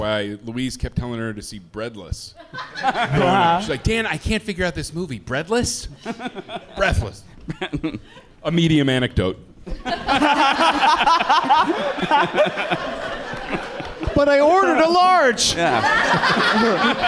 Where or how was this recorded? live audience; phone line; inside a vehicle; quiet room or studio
live audience